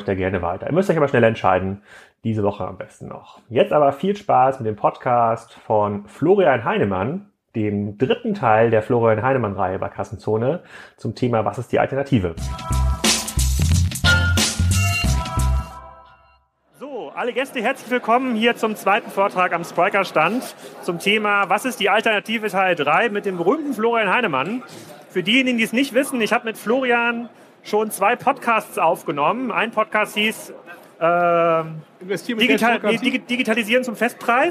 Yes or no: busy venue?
yes